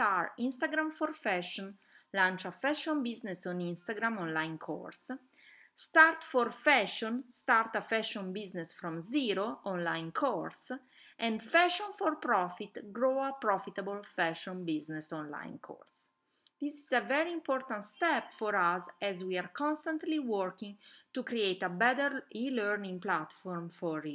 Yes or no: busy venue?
no